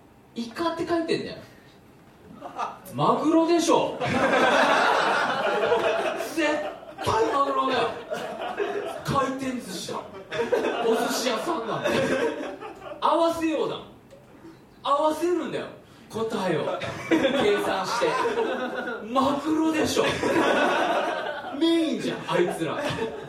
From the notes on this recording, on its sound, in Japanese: 行われた公開収録の模様をお届けします！当日ご来場いただいたお客様にアンケートをお配りし。